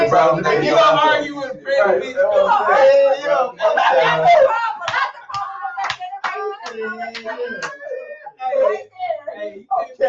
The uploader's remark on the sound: This week episode we have some slight Technical Difficulties.